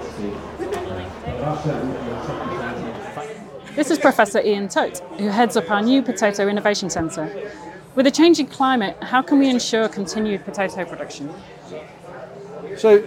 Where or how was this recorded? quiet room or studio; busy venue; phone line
busy venue